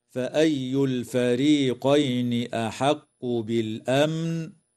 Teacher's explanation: تظهر لام التعريف في كلمة الفريقين وفي كلمة بالأمن، ويسمى إظهارا قمريا، وتظهر الميم الساكنة في كلمة بالأمن ويسمى إظهارا شفويا، ويجوز الوقف على كلمة بالأمن من قبيل الوقف الجائز.